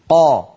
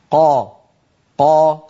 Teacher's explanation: أما الفصيح عليه أن يكون الصوت شديدا مجهورا · Term: القاف